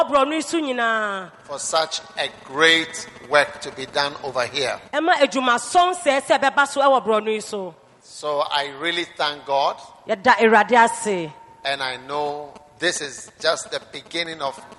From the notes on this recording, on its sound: Preached at the Anagkazo Assemblies Cathedral, Accra.